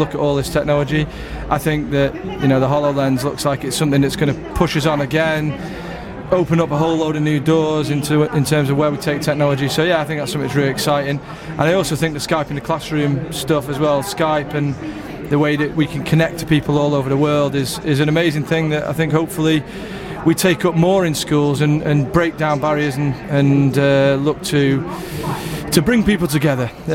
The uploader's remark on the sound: Listen again to some of our favourite bits from our live EICE Radio Manchester shows that were broadcast live from Manchester Central. This show was broadcast live on The Anderton Tiger Radio Network using our own School Radio equipment.